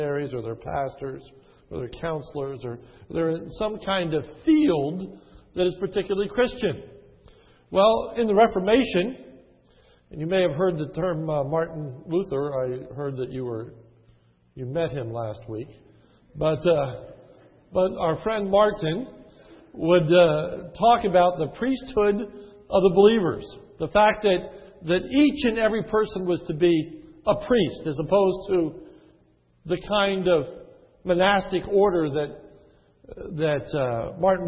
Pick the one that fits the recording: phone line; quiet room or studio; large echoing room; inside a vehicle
large echoing room